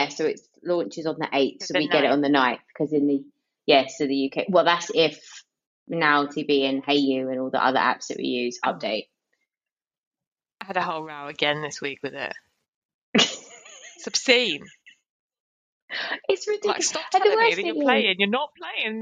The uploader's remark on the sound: We tried a new way to record and the sound is off for this episode. I edited the best I could, but it's not great.